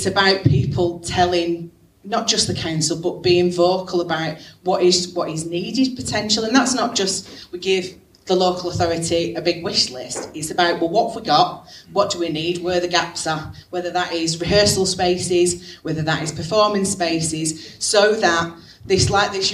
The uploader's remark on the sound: held at the Oldham Library on 29th March 2023